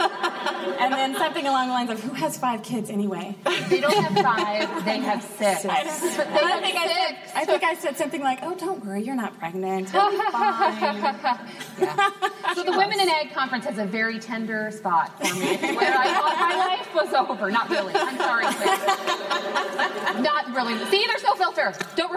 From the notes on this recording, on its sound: Live at Women in Ag!